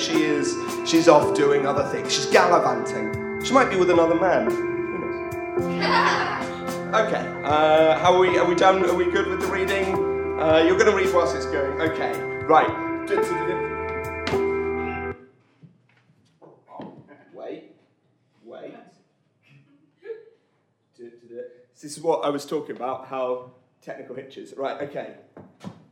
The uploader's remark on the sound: The second of three live recordings from our Tragic Love live event which took place at the Dogstar in Brixton.